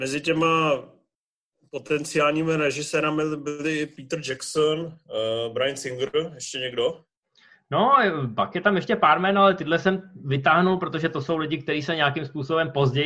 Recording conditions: video call